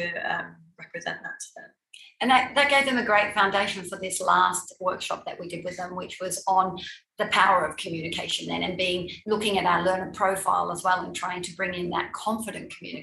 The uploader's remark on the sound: The following podcast is the extracted audio from our recent DBIS Wellbeing webinar for Year 7 Parents. Discovery Bay International School.